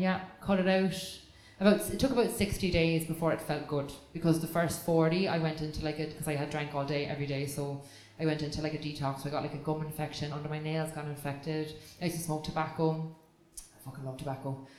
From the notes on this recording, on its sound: Live at the CoCo Club.